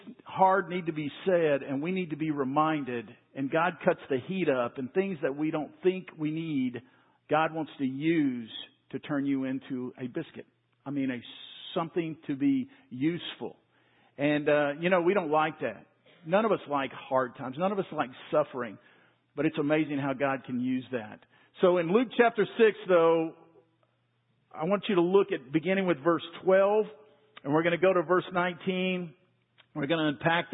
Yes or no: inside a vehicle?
no